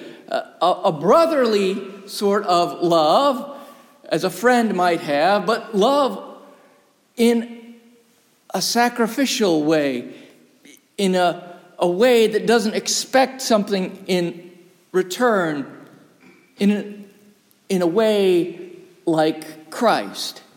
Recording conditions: large echoing room